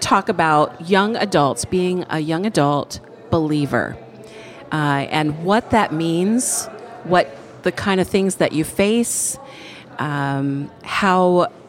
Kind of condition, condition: setting, busy venue